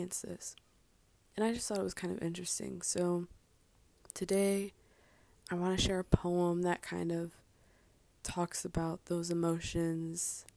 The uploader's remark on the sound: (I apologize for the sounds in this episode; it was filmed late so I was whispering very close to the mic).